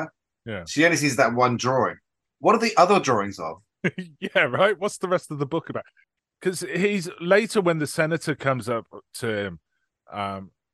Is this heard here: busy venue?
no